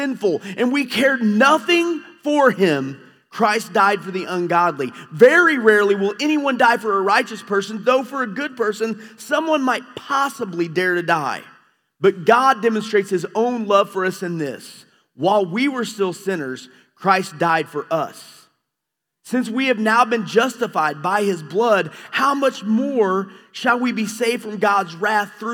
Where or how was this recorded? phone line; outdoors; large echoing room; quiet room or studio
large echoing room